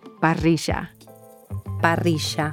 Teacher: In Argentina, often the double L's and Y's are pronounced with a J sound